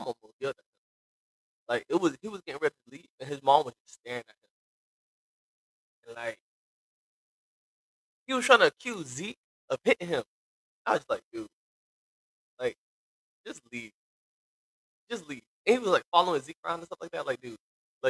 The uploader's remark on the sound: Unfortunately, this episode was cut short due to major audio problems happening with my mic.